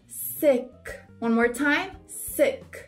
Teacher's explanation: Só que você não faz aquele som de i. A gente vai fingir que tá escrito com e.